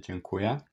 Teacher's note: to ostatnie ę jest wymawiane przez Polaków jako e. Albo nosowość tej samogłoski jest bardzo delikatnie podkreślona.